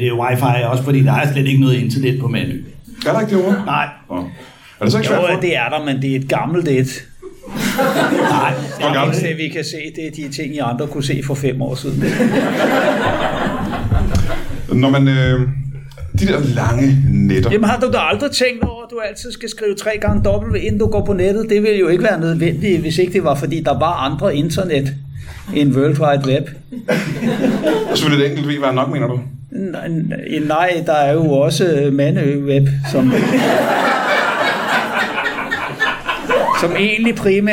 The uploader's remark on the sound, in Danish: LIVE fra Tobbers i Kolding.